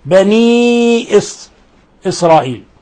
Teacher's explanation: وكلا المدين يمدان مقدار من 4 إلى 5 حركات · Term: مد منفصل